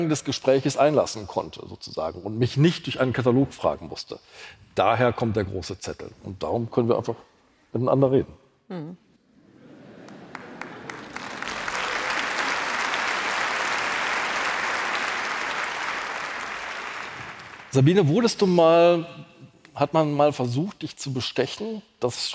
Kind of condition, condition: setting, live audience